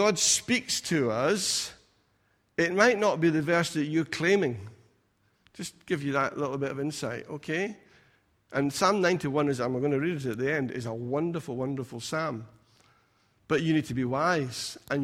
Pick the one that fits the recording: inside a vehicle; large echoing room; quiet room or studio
large echoing room